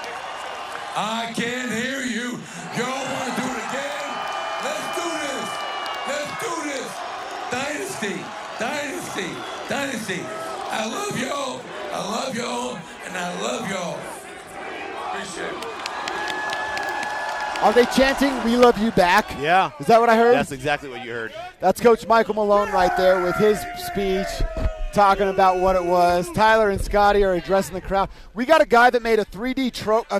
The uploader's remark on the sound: live from Civic Center park covering the rally and the post-parade pandemonium